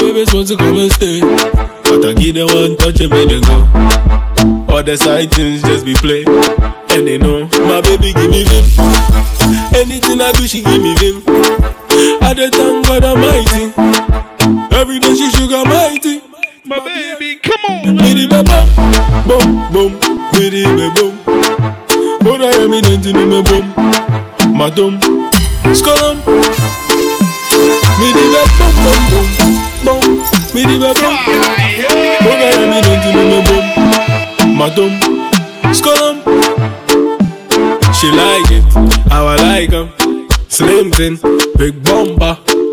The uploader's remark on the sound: Live at The Manhattan July 15th 2023